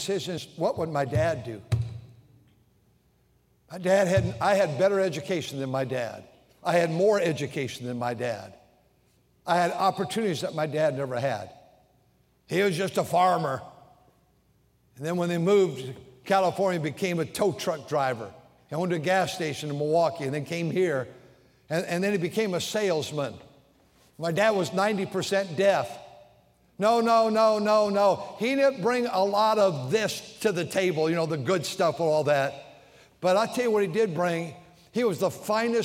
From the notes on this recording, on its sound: during the Sunday Evening service on July 16, 2023, at North Valley Baptist Church in Santa Clara, California.